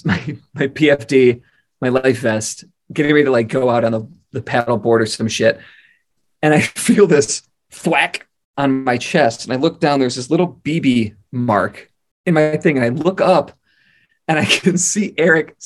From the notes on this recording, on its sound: This was recorded via a four way ZOOM call. Computer has a red Solo cup for a microphone.